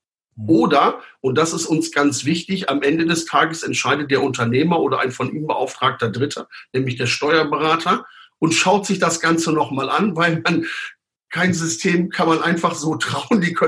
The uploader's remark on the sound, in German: Zoom Videotelefonie